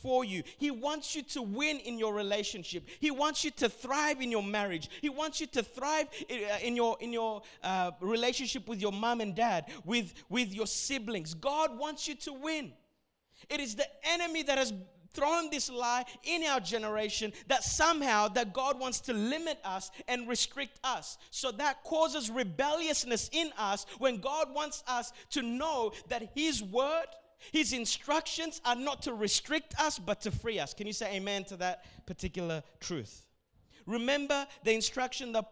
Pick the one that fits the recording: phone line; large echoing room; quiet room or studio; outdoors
large echoing room